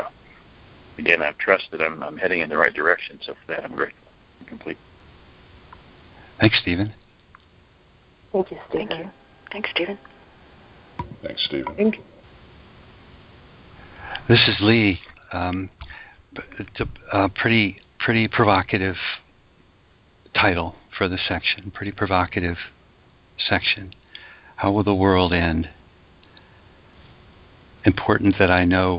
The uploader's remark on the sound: ACIM Daily TEXT Conference Call